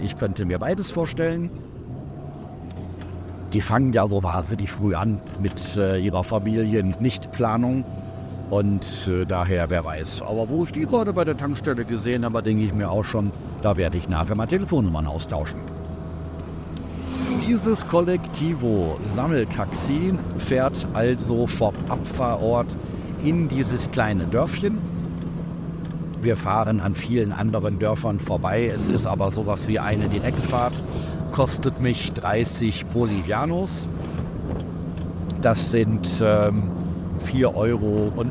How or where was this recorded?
inside a vehicle